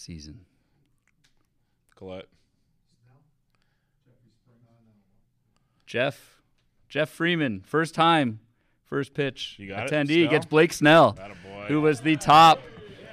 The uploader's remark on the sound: LIVE From FPAZ 2023